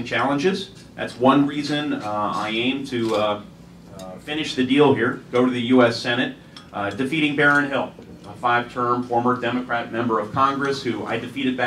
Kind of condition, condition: setting, busy venue